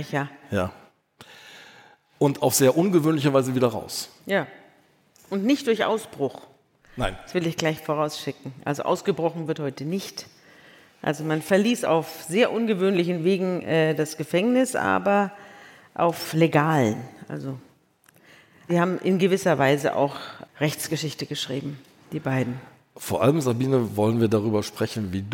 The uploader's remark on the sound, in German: vor Livepublikum im Kölner Theater am Tanzbrunnen